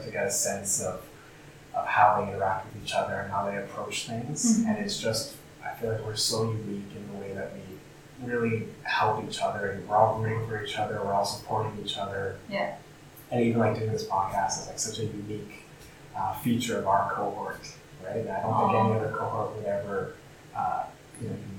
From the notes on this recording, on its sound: Background noise